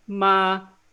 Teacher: So the first one, ma, it's just a flat, high-pitched sound.